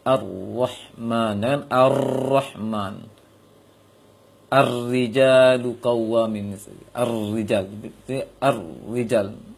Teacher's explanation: ketika bertasydid ro tidak banyak kali getarannya, atau bisa dikatakan tersembunyi, samar dia. · Term: menyembunyikan takrir